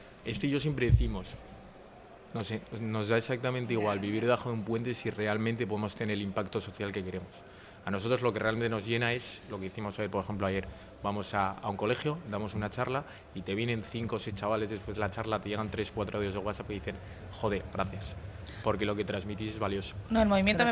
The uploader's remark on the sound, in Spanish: Tercero de los seis episodios especiales grabados en Bventure 2022, el mayor evento de emprendimiento de la zona norte.